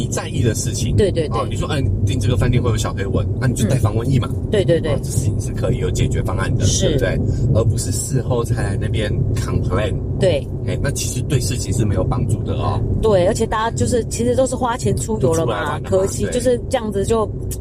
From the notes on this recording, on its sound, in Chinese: 音質預警。本集在車上錄音、底躁較為明顯。